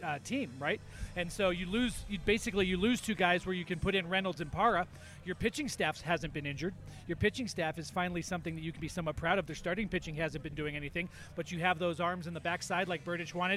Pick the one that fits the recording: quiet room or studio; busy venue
busy venue